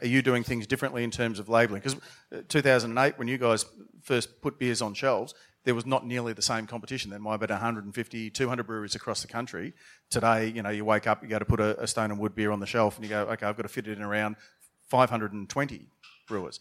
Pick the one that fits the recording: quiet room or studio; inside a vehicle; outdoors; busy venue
busy venue